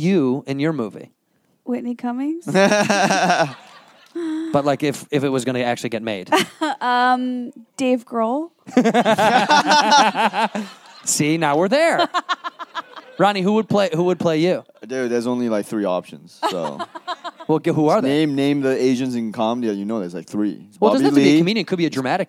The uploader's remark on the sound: Live in Toronto at JFL42. To a live audience.